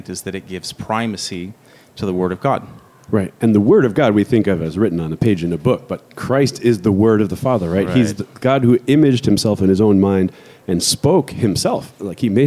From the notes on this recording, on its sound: at the FOCUS SEEK19 conference